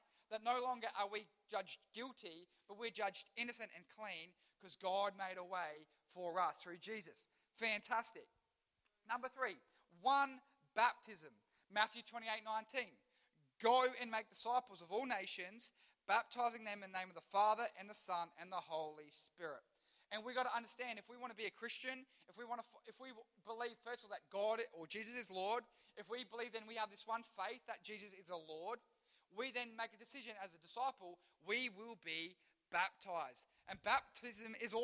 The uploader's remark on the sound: Recorded live at One Youth (One Heart Church, Port Lincoln) on the 26th of March, 2023.